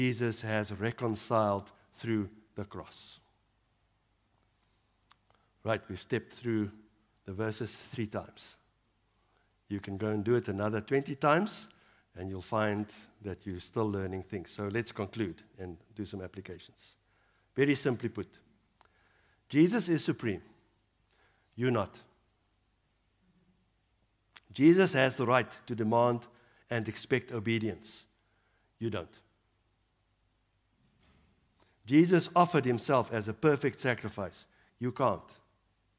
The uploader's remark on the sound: Evening Worship Service